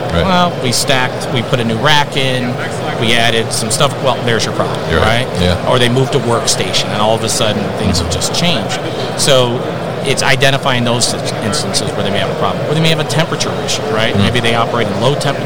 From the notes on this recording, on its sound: Rajant at MODEX 2022.